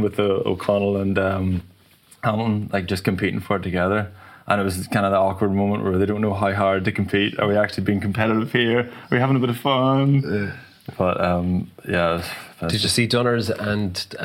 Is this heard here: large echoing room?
no